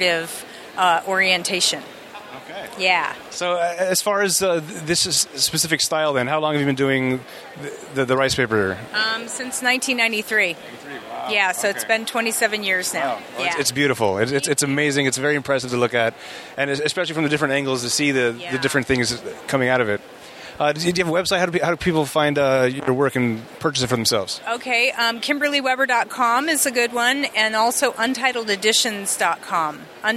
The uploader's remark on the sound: play some interviews from the convention floor